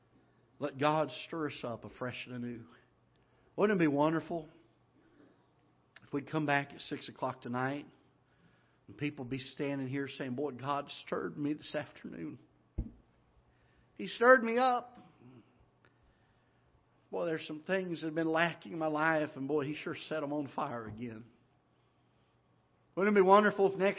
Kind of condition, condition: setting, large echoing room